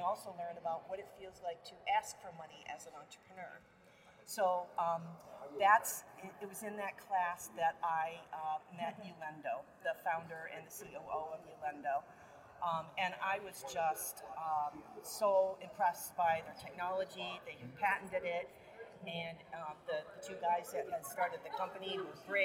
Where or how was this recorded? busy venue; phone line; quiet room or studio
busy venue